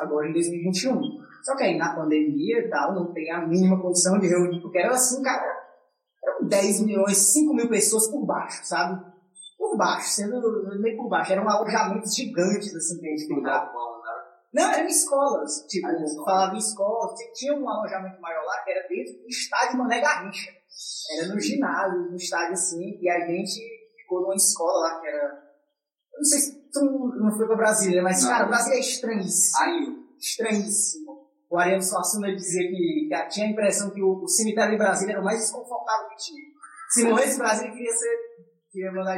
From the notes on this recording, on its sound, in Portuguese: O áudio está um pouco ruim, devido a tentativa de remover os vários ruídos presentes.